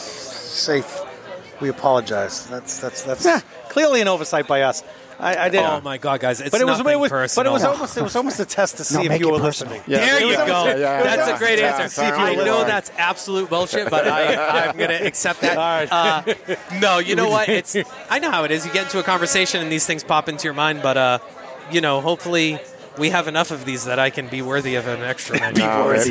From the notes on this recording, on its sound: We were lucky enough to broadcast from the spectacular roof deck (highest roof deck in Boston, BTW) at Six West in Boston for the Equilibrium and Friends event.